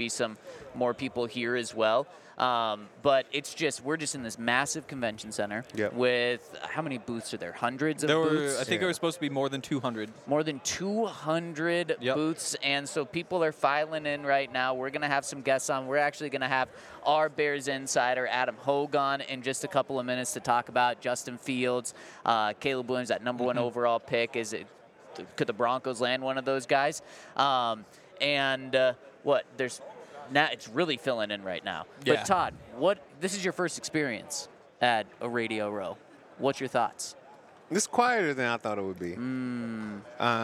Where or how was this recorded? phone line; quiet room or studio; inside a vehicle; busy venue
busy venue